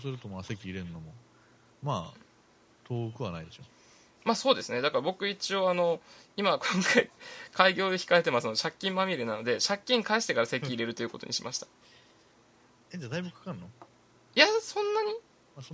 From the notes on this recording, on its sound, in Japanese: 録音失敗しているので音量を上げてお楽しみ下さい。